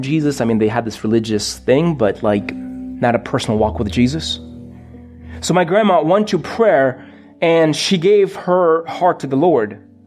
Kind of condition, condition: setting, large echoing room